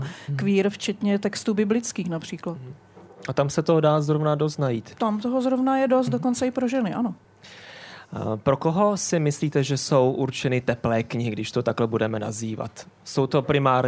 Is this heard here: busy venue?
yes